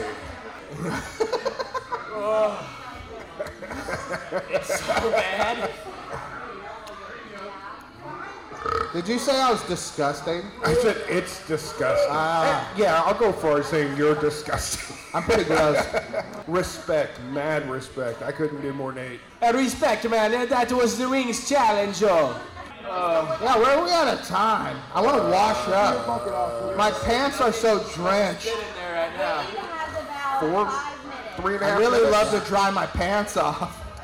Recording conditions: live audience